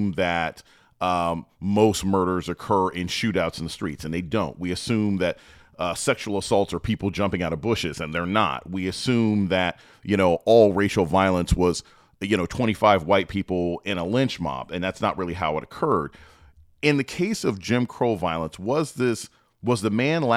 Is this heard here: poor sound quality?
no